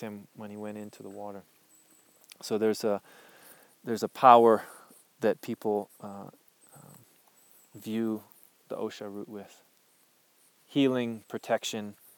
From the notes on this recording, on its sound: I’m sharing a recording from 2015, in the field with my apprentices.